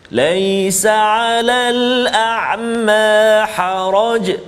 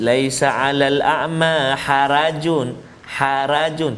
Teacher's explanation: huruf ra yang berbaris di atas kena baca tebal · Shown in: first take · ha, bahagian pertama huruf ra yang perlu kita baca tebal Iaitulah huruf ra yang berbaris fathah atau pembaris atas. · Term: tafkhim